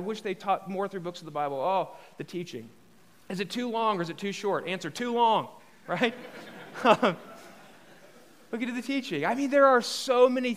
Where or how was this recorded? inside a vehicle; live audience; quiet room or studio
live audience